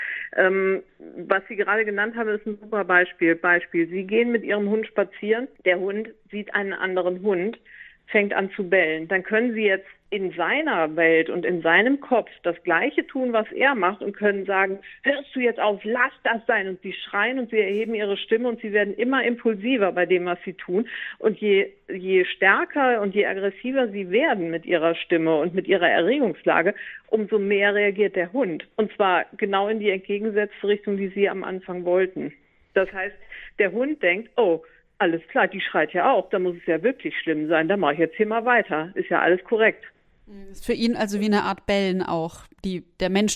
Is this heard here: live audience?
no